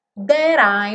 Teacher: That I reduziu o T para rarará.